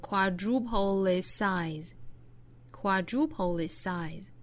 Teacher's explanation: grow double, triple, or quadruple its size.后面的 double, triple 和 quadruple 这些都包含 darkL。最后的难点仍然是 quadruple 和 its 的连读，应该读成 quadrupleits